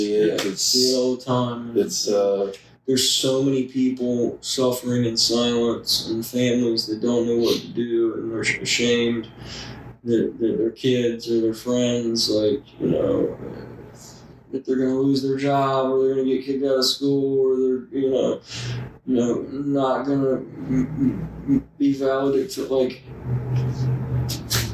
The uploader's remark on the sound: We did experience microphone issues during the recording, so the quality is lower than usual.